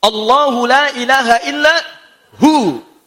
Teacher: Kalau ibu membaca huwa dalam bahasa Arab dan berhenti di kalimat huwanya, maka huwanya tidak bunyi. Yang dibaca hu-nya.